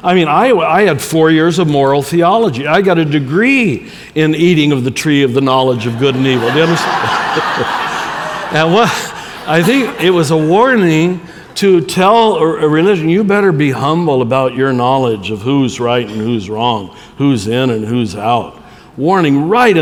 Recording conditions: live audience